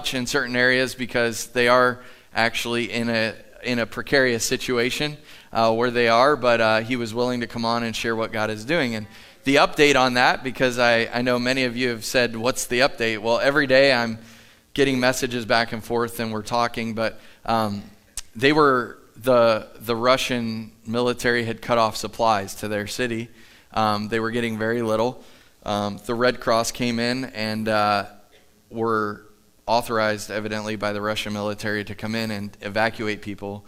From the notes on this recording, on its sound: Live from The Summit Church in Dover, OH